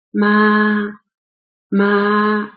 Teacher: ma is a flat tone. There's no change when you speak it.